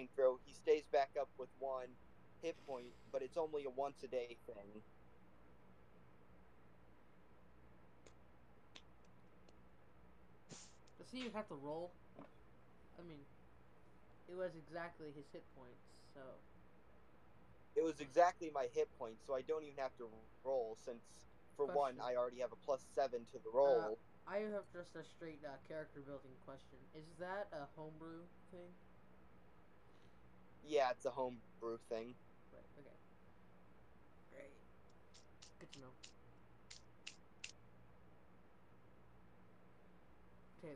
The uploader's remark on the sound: This session was recorded with the volume kinda low, so, sorry about that!